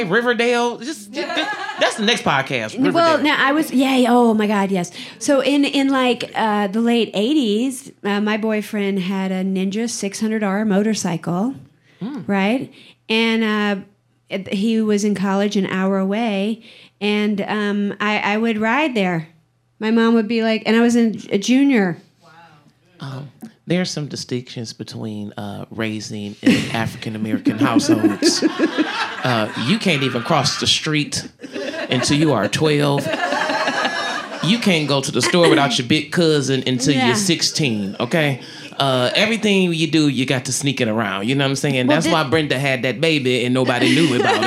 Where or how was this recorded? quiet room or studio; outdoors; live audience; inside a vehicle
live audience